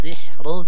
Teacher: سحر بتفخيم أر وليس بترقيق أر